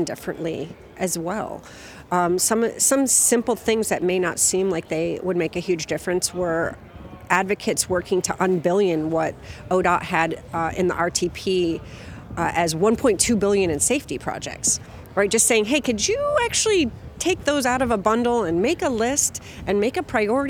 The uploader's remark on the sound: The World Day of Remembrance for Road Traffic Victims event that was held in Portland. You'll hear interviews recorded while walking from Lloyd Center to a memorial and speeches at Veterans Memorial Coliseum, speeches made at the demonstration. The event was organized by The Street Trust, Oregon Walks, and Families for Safe Streets OR/WA.